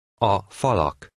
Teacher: The three syllables are pronounced as one word, but the stress remains on the first syllable of the second word.